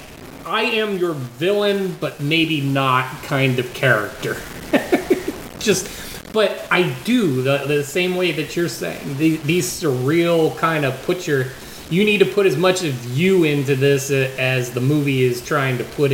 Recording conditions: poor sound quality